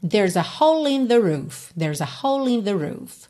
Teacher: ele juntou o L já na próxima palavra, in.